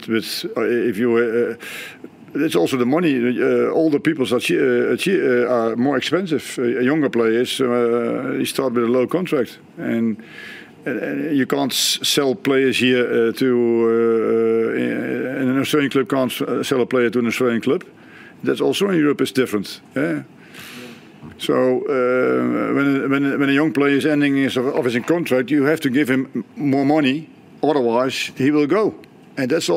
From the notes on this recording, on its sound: Post-Match Press Conference. Hyundai A-League.